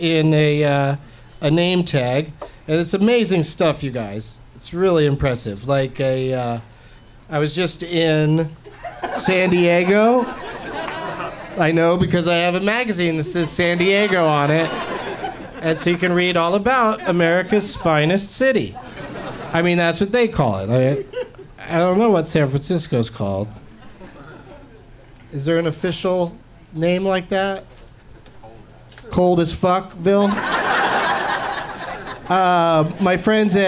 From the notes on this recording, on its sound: Live from the Punchline in San Francisco